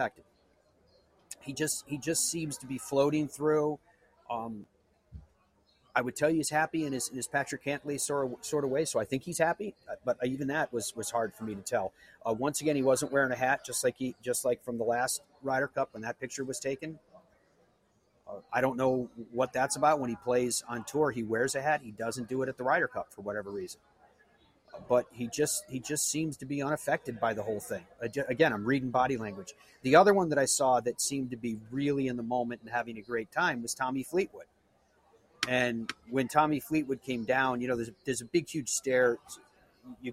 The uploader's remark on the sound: LIVE from the Ryder Cup. We are live from Rome and the Ryder Cup.